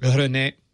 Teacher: I'm saying it with the accent on the né, not the ren.